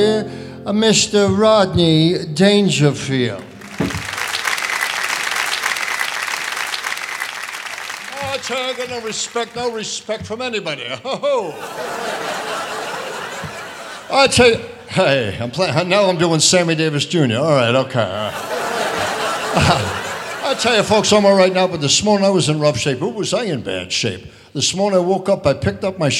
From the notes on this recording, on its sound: Live at the SouthPoint Casino